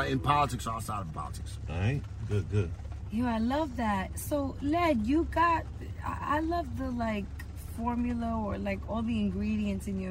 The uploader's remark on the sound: Hit the road to record across New York City in the all new 2022 Buick Enclave Avenir. The vehicle’s first-class seating for up to seven made for a comfortable mini road trip as we scooped up and packed in our culture-shifting guests. Connecting her playlists to the vehicle’s awesome sound system with Apple Air Play.